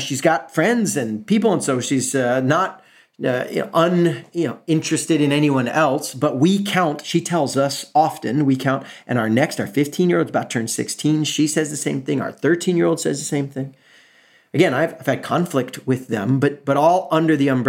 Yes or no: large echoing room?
no